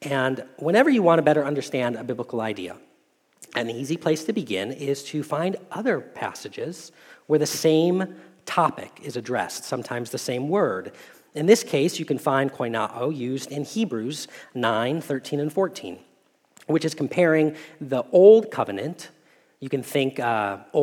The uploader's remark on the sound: Message Preached at Valley Creek Church